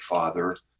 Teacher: R stopped being pronounced at the ends of words